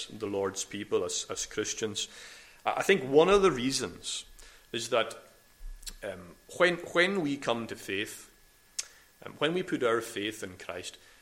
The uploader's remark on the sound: recorded at North Harris Free Church on Sunday morning 20th February 2022